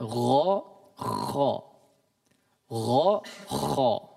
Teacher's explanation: mereka dikeluarkan dari tenggorokan bagian atas